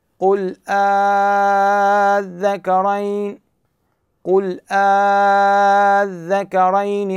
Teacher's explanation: صار عندنا مد كلمي مثقل اللي هو ينمد ست حركات